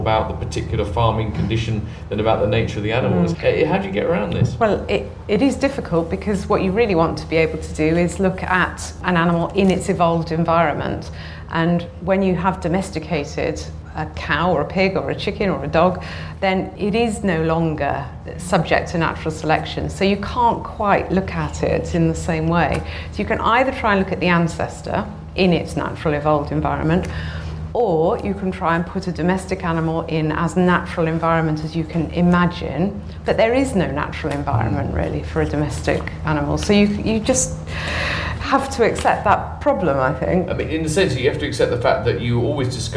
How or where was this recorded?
busy venue